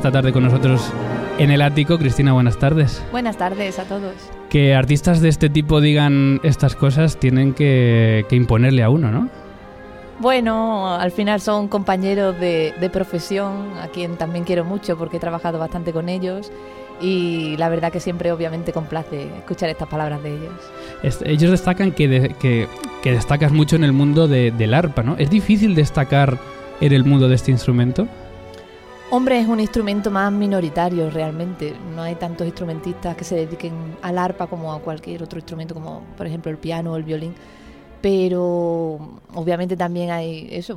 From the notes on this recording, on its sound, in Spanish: En directo en El Ático 94 en el Auditorio Nacional de Música de Madrid, en la previa del concierto de la Joven Orquesta Nacional de España.